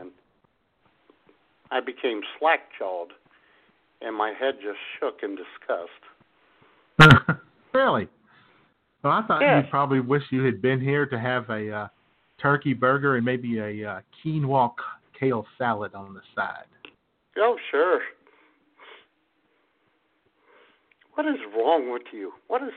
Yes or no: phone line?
yes